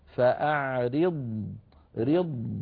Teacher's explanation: أيضا مثلا في الآية ذاتها بيان حرف الضاد من قوله تعالى فأعرض عنهم، هكذا الضاد فأعرض رض، لابد من بيان الضاد رخوة مستطيلة مفخمة مطبقة من غير تكلف